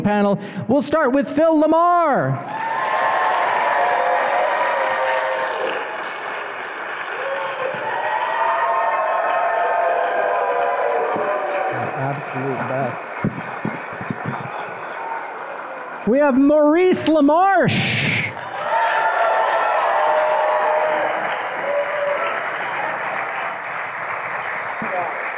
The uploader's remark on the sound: Our Futurama Panel LIVE at RI Comic Con.